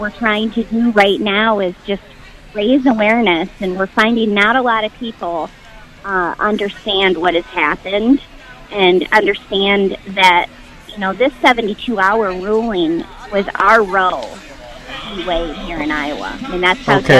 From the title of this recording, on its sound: Live at the Iowa State Fair 2021